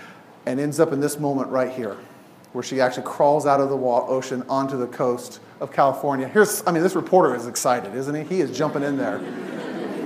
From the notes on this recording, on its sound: Each week is presented live at Imago Dei’s Refuge in Portland, Oregon.